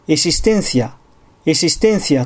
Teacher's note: x の文字が完全に s と同じ発音になっていて